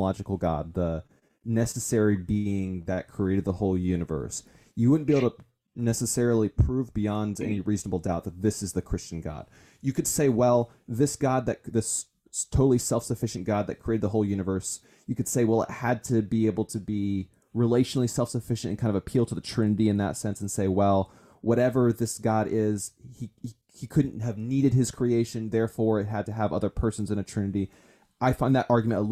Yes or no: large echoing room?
no